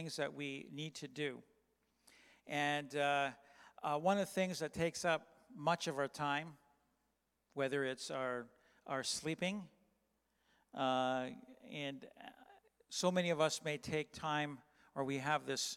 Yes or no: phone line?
no